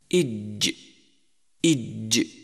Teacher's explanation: يخرج حرف الجيم من وسط اللسان مع ما يحاذيه من الحنك الأعلى، إج إج، وهو من الحروف الشجرية لأنه يخرج من شجر الفم، أي ما بين اللحيين.